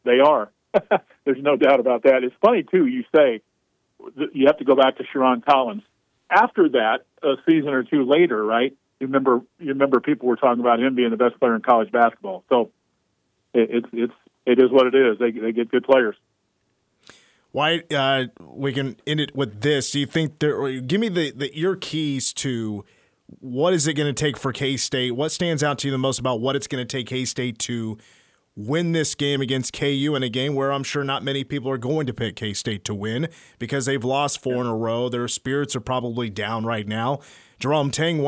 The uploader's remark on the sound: calls in from Bramlage